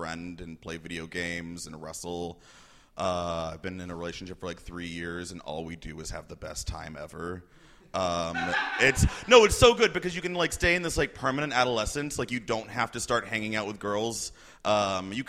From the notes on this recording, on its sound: Live at Hell Yes Fest at the New Movement Theater